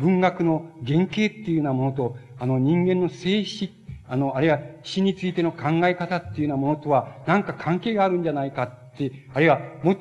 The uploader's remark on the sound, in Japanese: 場所：高知市立中央公民館。高知県教育委員会などの主催による 「夏季大学」での講演。音源はたいへんクリア。